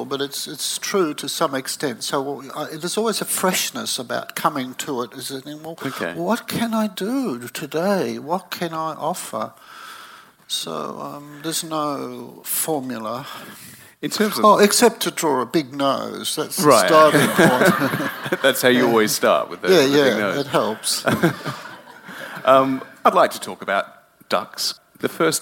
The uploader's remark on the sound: This conversation was recorded in front of a live audience for our friends at the School of Life.